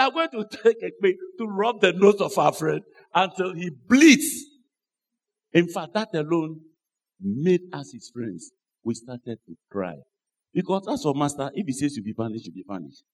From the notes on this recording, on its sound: Sermon preached at CBC Adabraka Campus